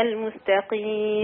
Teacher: تنزلي بالقاف لان القاف هنا مكسوره في ادنى المراتب